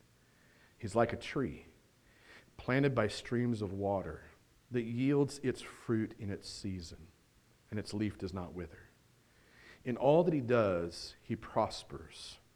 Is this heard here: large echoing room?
yes